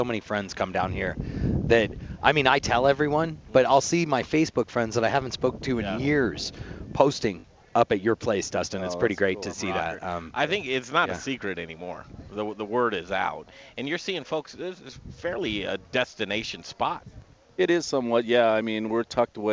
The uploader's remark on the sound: We're live from Rocker Spirits in Littleton Colorado!